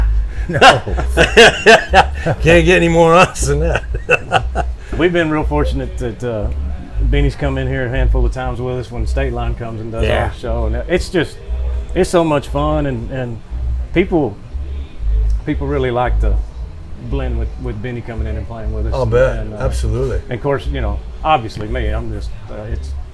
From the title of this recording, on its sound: LIVE AT THE BROKEN SPOKE SALOON